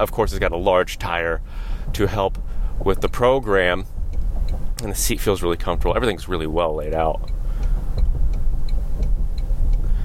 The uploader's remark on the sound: taking you along on a live drive review